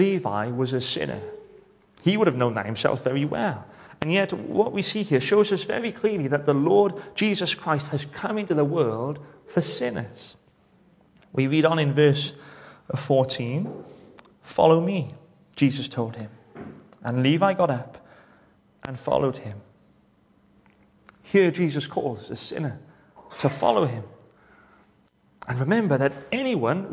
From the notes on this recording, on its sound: welcome to Bethel Evangelical Church in Gorseinon